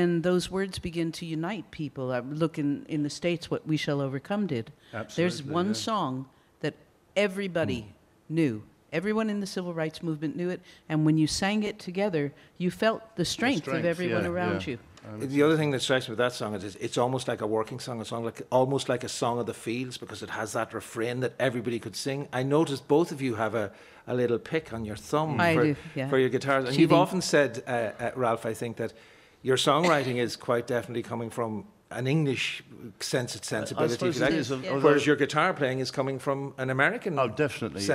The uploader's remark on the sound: TradFest 2024 - Arena Special Night Two. Live from Dublin Castle.